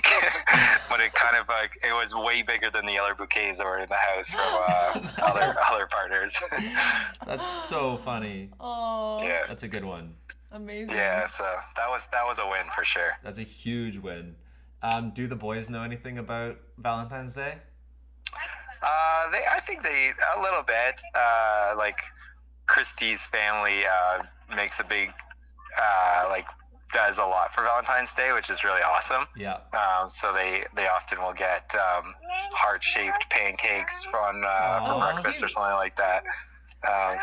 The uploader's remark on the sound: call friends and family live on the air